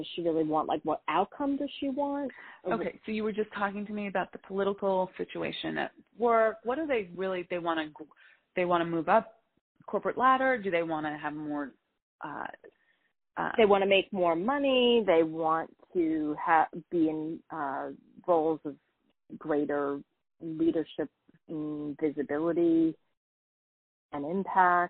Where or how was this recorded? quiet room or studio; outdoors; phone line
phone line